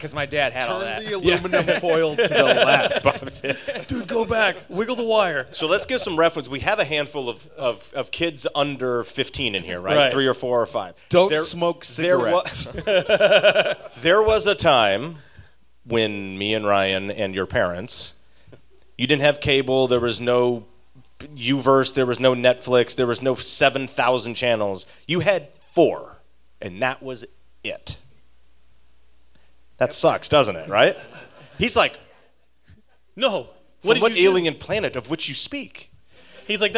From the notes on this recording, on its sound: LA Comic Con 2018! On this LA Comic Con panel.